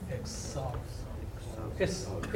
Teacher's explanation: あの母音に挟まれた無声が有声化するっていうあの法則もあるにはあるんですけど、あの濁ったとしても軽い濁りでいいです